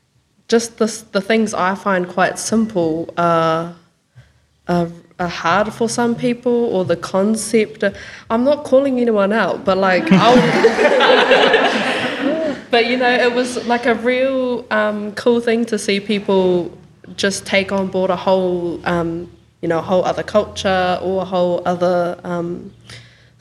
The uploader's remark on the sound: This episode is a recording of the artists' panel from the Open Studios Summer Residency Closing Showcase, recorded live in the Arts Village.